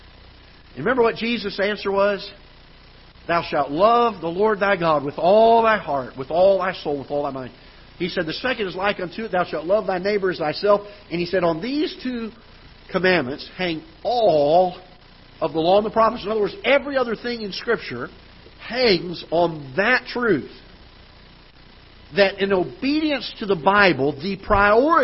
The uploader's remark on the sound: Ketha Heights Baptist Church ~ Live Broadcast